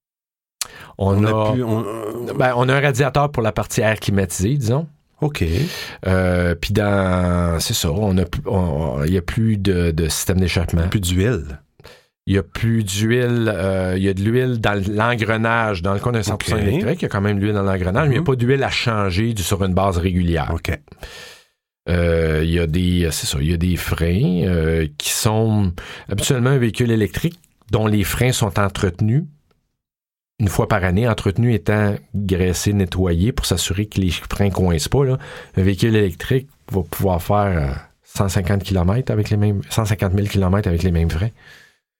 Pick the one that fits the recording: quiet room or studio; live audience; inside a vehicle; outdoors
quiet room or studio